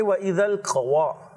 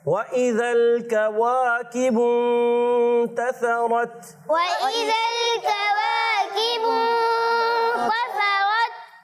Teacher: کاف کے ساتھ عین کی آواز مکس نہیں ہونا چاہیے · Shown in: second take